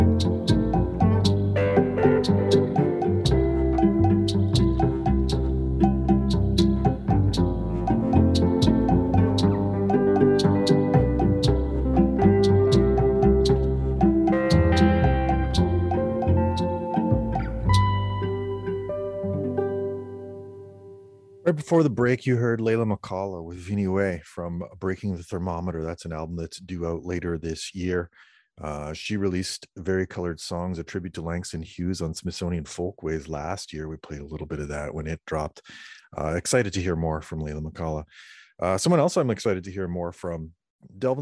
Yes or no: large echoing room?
no